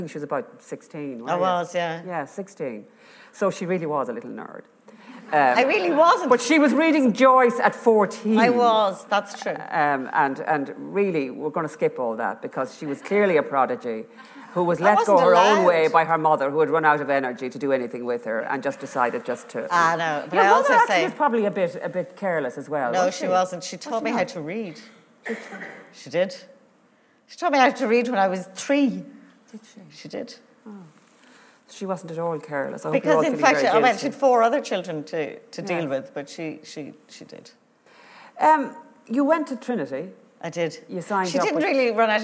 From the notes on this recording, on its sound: recorded live at Liberty Hall Theatre in Dublin